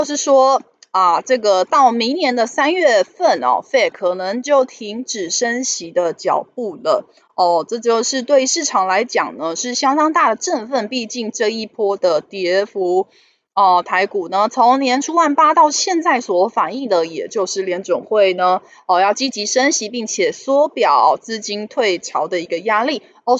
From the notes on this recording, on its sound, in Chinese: 本集有些許雜音，已亟力避免，如有察覺請多多包涵